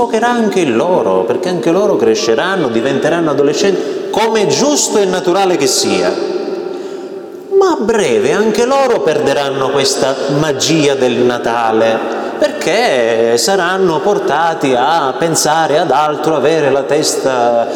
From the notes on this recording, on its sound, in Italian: Registrazione del mio intervento ad un gruppo di genitori i cui figli frequentano la catechesi nelle nostre parrocchie.